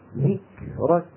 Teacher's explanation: الكاف والتاء شديدتان في أولهما مهموستان في آخرهما · Term: صفة الهمس